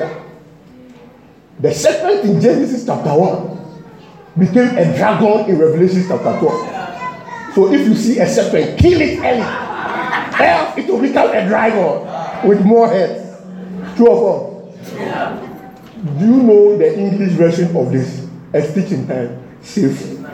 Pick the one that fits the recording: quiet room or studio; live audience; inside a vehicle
live audience